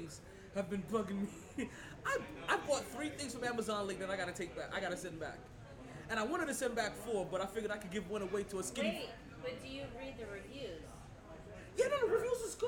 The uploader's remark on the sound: Live From Sharkey’s where ladies drink free